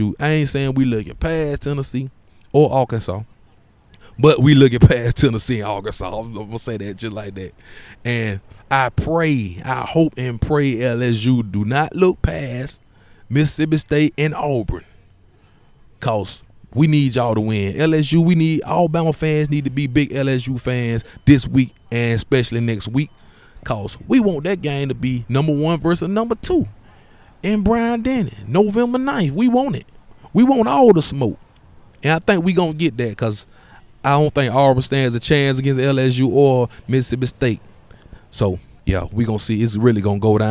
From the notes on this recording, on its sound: The fourth edition of the Roadshow Podcast live from the campus of the University of Alabama! Pregame show for the Alabama vs Tennessee game.